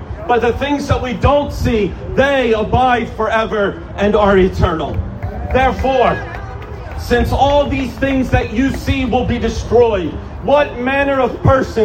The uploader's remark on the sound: An Outdoor Sermon